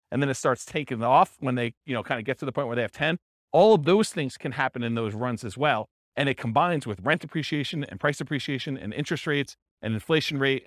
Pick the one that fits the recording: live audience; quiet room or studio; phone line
live audience